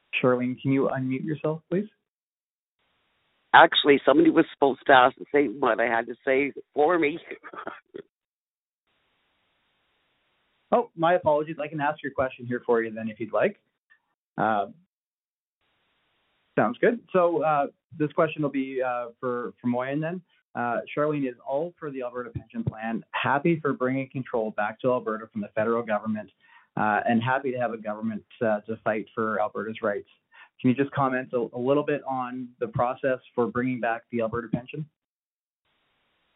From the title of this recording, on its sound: Central Alberta Telephone Town Hall